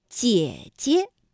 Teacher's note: 第二个姐呢，就要变成轻声了，读得短促而轻